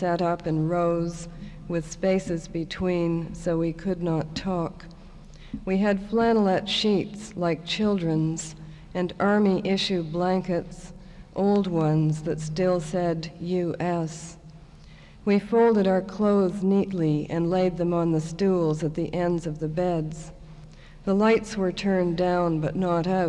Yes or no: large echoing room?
yes